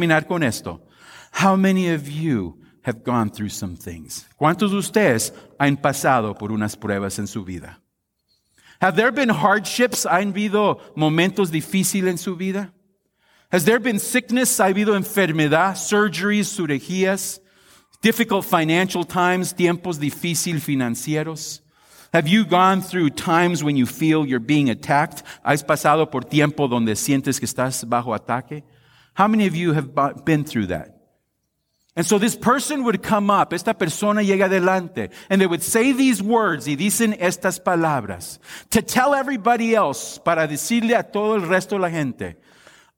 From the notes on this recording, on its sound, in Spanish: Esta es una grabación de la Devoción dada en nuestro Servicio de Acción de Gracias.